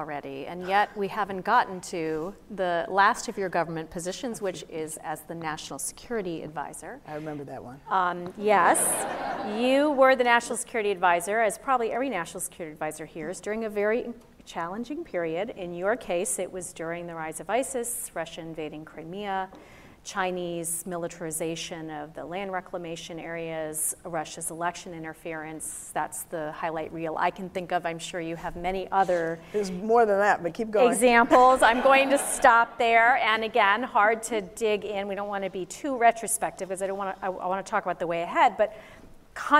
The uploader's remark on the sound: a keynote discussion at the Future Strategy Forum conference on April 2, 2019